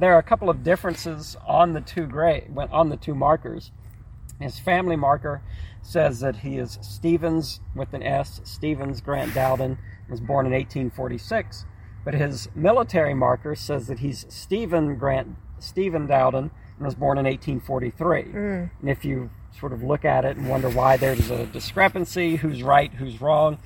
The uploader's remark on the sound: Recorded onsite at the historic American Cemetery